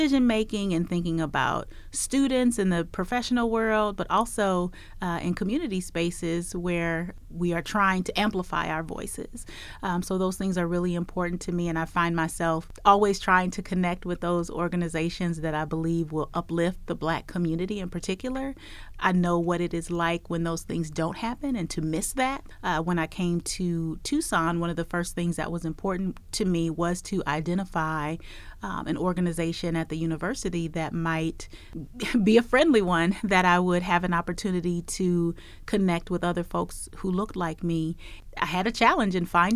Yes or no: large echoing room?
no